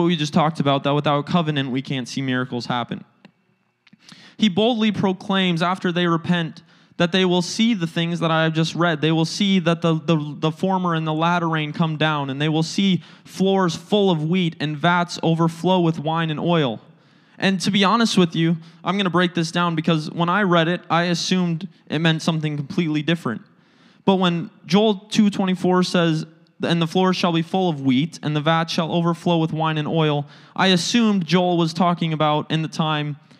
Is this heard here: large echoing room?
yes